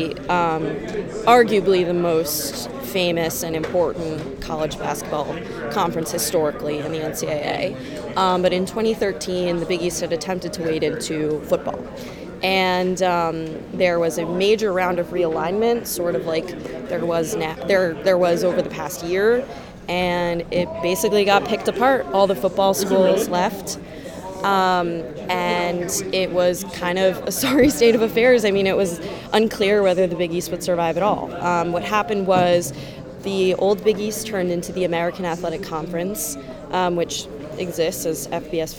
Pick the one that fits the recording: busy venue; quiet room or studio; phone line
busy venue